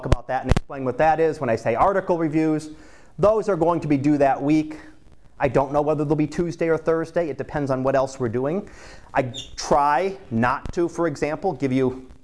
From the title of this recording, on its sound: Live Class Lecture